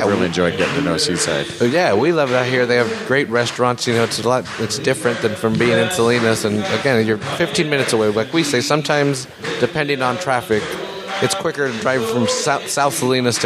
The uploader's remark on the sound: May Open Mic at The Press Club